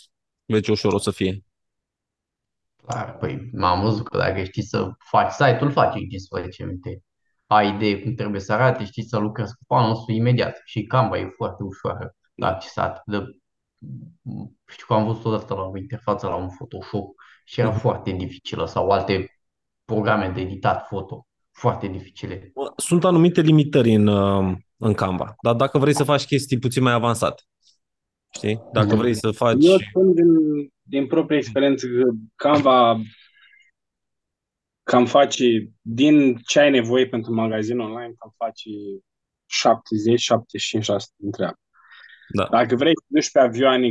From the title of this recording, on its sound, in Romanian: Conferinta Zoom Saptamanala EcomSchool